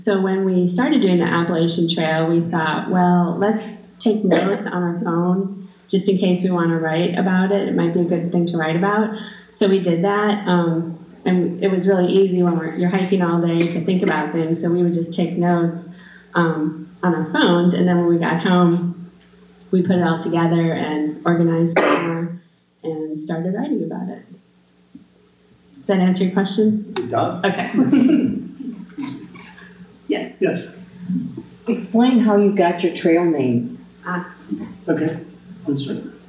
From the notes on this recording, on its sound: This presentation was recorded January 31, 2019 at the McMillan Memorial Library.